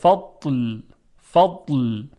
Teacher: اگر استطاله نیاریم صدای ضاد یک صدای خیلی خشک میشه و زود قطع میشه، به این صورت فضل.